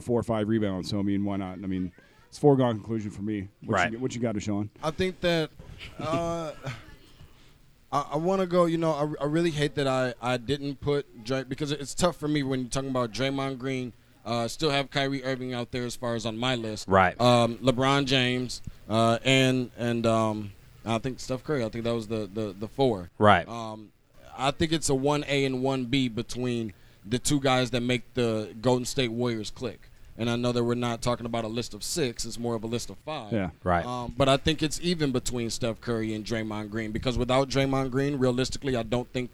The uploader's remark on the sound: we are LIVE from poolside